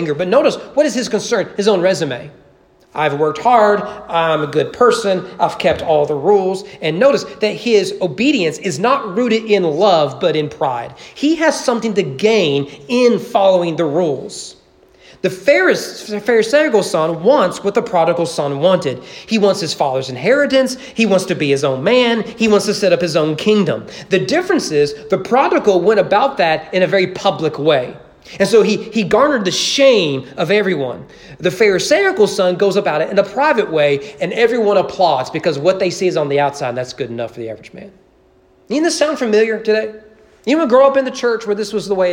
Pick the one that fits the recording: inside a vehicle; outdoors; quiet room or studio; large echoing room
large echoing room